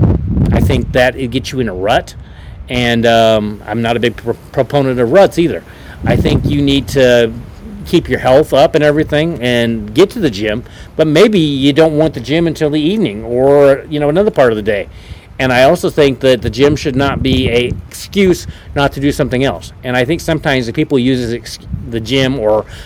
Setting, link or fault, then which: fault, wind noise